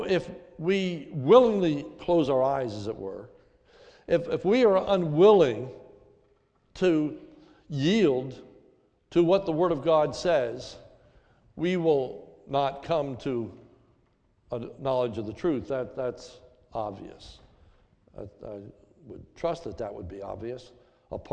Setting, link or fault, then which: setting, large echoing room